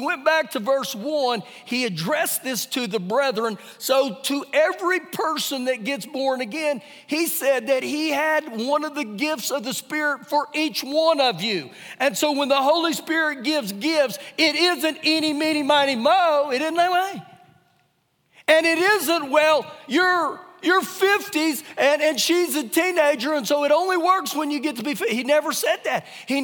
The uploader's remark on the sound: Recorded live during our Sunday morning service.